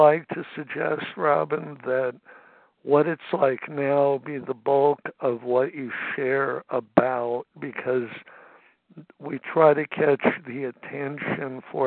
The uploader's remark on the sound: 100 Pounders Phone Meeting, 9/26/23.